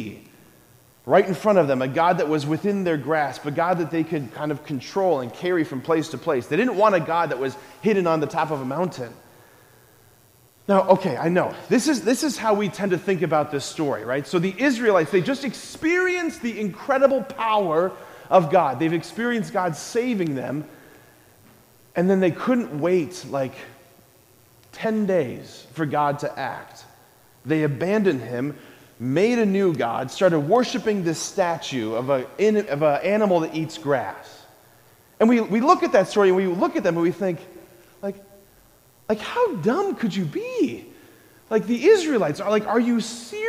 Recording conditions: large echoing room